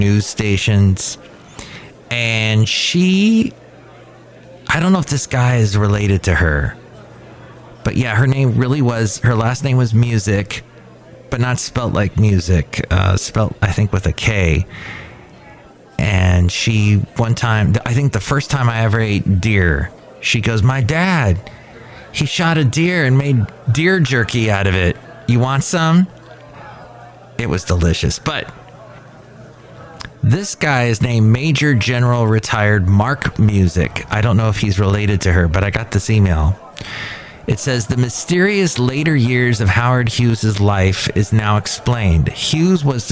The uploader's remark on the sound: podcasts live from Café Anyway